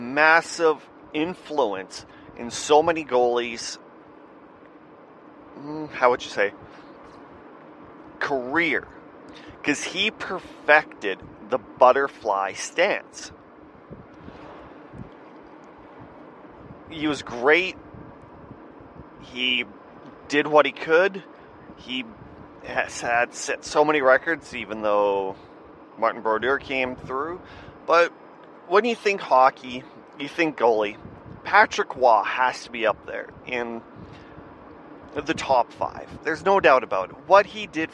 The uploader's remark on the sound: Audio has been improved. My air conditioning in my van made it a little annoying to listen.